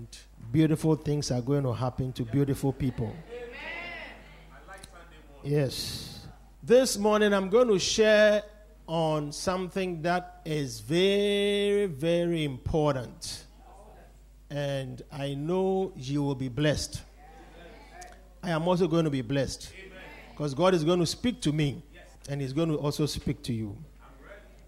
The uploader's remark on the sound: Preached at The Victory Secrets Service.